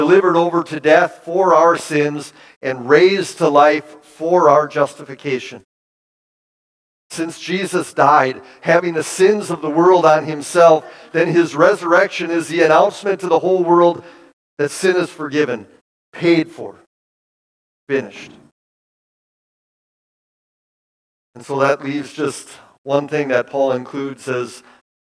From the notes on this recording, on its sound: Bethany, Appleton, WI. Preached this sermon at Bethany's Easter Sunday worship on April 9, 2023.